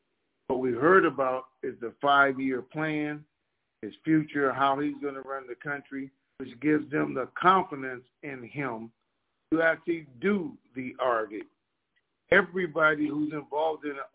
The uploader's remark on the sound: TNTSuperfantastic Conference Call